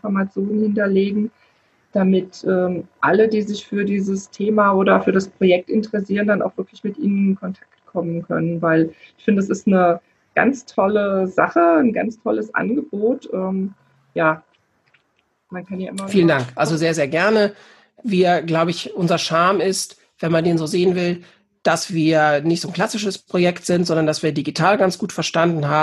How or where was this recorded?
video call